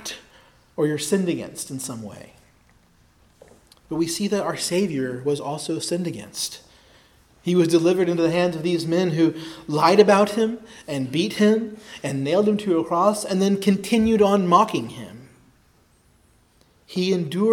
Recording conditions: large echoing room